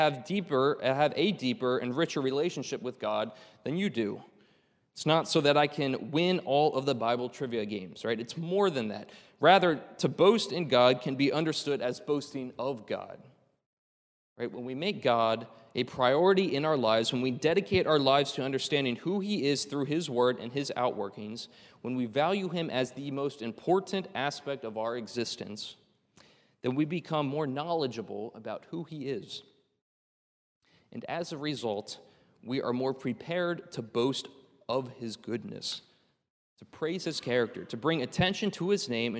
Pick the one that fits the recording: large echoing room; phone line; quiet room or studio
large echoing room